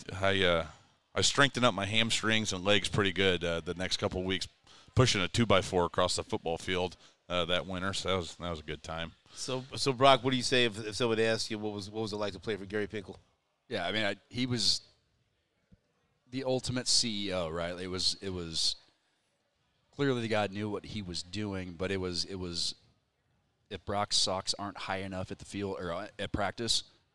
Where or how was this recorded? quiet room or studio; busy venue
busy venue